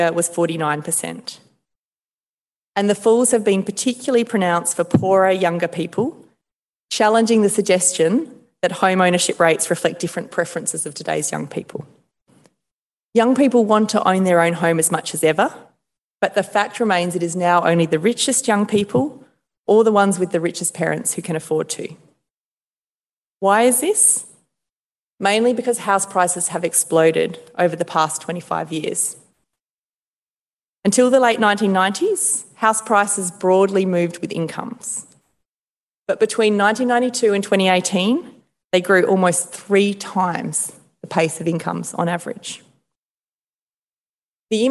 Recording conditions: large echoing room